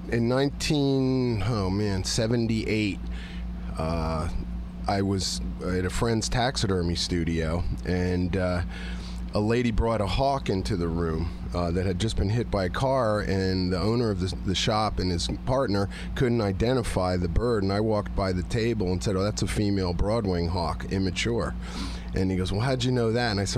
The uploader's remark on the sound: This episode comes to you from a past Kentucky Falconer's Association annual picnic and was recorded with two falconers.